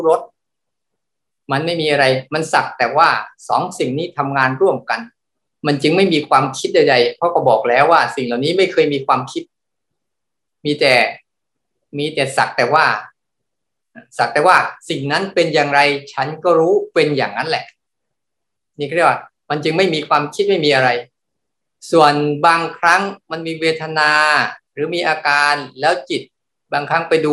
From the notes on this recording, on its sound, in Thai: คอร์สออนไลน์ (ผ่านโปรแกรม Zoom)